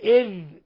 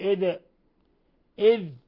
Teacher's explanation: فلا يجوز قلقلة الذال لأن الذال ليست من حروف القلقلة · Shown in: first take